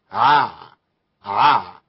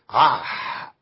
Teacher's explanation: مجهورة العين يعني ما بيطلعش فيها نفس · Shown in: first take